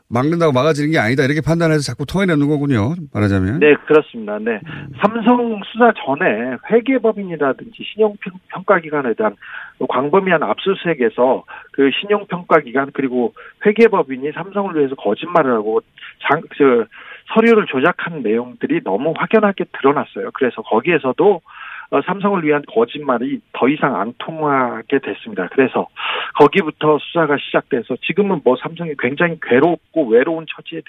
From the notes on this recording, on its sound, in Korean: 전화연결